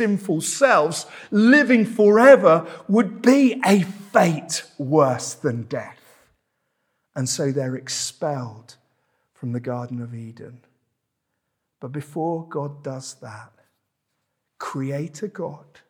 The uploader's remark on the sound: This sermon was preached at Welcome Baptist Church